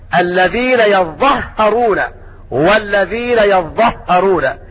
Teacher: وقرأ نافع وابن كثير وأبو عمرو ويعقوب بتشديد الظاء والهاء